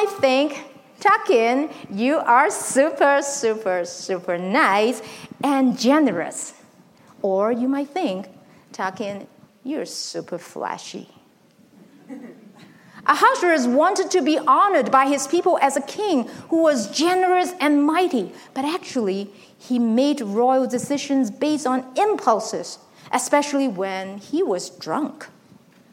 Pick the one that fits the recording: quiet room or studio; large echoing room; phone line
large echoing room